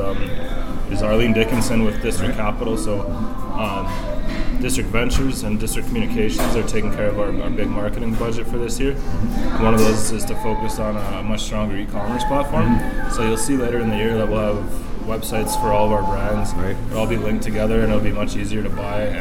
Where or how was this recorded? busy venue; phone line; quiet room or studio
busy venue